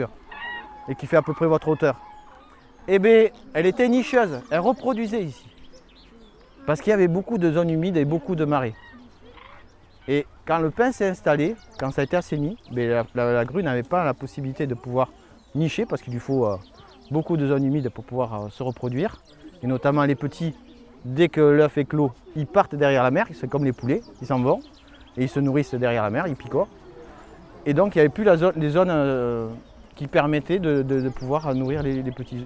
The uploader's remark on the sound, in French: Lâchez-les au pied d'un sentier de randonnée qui permet de découvrir les merveilles du site préservé de Laouadie. Bientôt le bruit des moteurs laisse place au sifflement des filets à papillon, les yeux baissés se lèvent vers les arbres et arbustes, les mains se lâchent et se tendent vers la faune qui s'éveille, les murmures font place aux cris de surprise et d'émerveillement. Une balade en pleine nature avec des enfants merveilleusement éveillés.